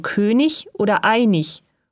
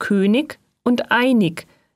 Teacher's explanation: Die Endung IG wird ich gesprochen · Shown in: first take